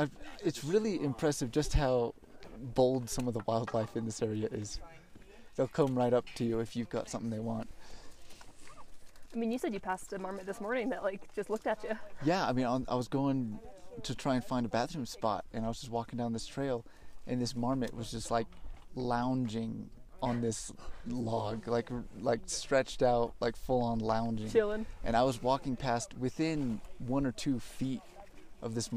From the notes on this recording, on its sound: This podcast was recorded at the summit of Mount Whitney!